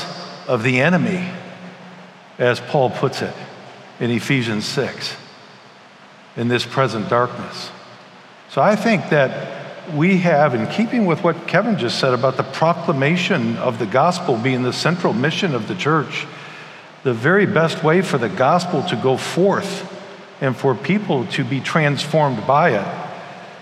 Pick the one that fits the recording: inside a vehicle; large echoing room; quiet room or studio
large echoing room